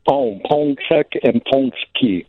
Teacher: it's not really an M. It kind of just goes nasal.